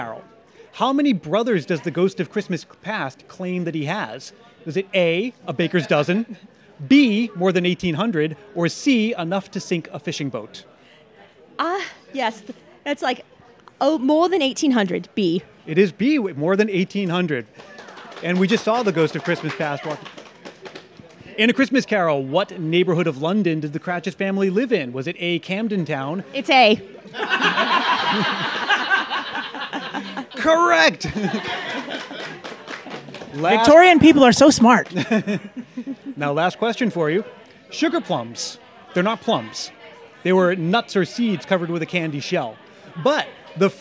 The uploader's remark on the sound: Live Show — The Great Dickens Christmas Fair. It's Christmas Past's first live show! Recorded outside the Great Dickens Christmas Fair in San Francisco. This is the first time the Dickens Fair has hosted a live podcast recording. Enticing aromas of roasted chestnuts and hearty foods fill the air.